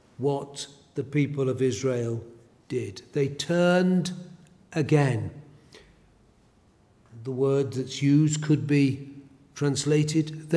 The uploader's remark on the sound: A sermon preached at Elswick Parish Church.